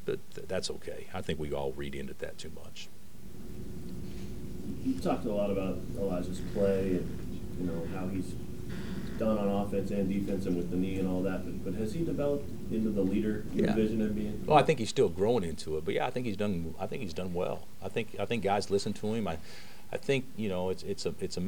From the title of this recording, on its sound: Press Conferences & Post-Game Interviews